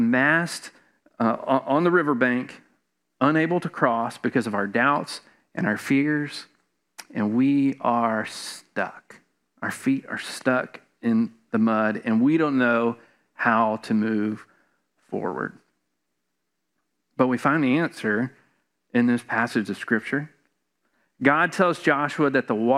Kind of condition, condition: setting, large echoing room